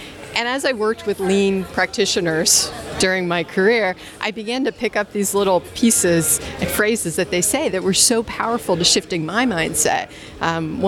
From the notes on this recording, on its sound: bringing my microphone to glean insights from the leaders in attendance during the spaces between the mainstage events